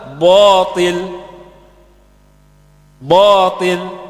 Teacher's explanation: Sebagian orang karena melihat huruf to, maka menebalkan kalimat ba-nya. Padahal mestinya bacanya batil, batil, ya.